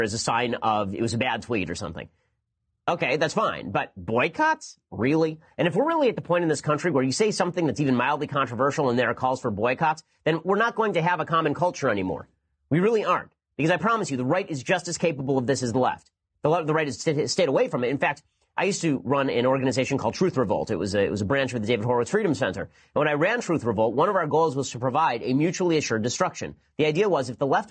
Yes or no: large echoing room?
no